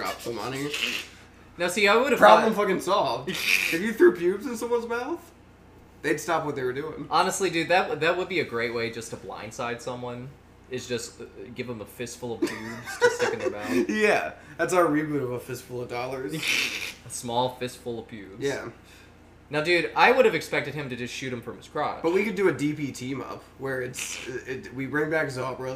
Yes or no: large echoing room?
no